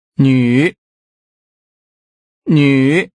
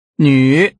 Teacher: this new letter is pronounced with a falling, rising tone